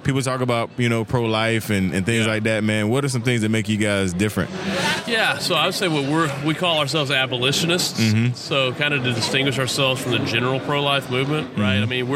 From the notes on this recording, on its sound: This is another episode recorded during the G3 Conference